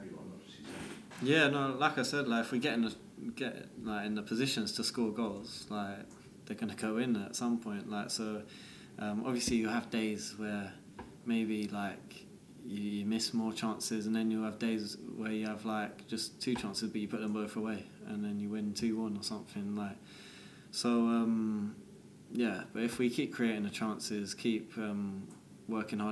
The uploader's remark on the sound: takes part in press conference